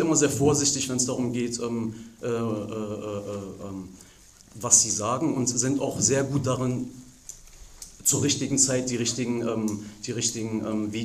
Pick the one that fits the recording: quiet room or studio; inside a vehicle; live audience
live audience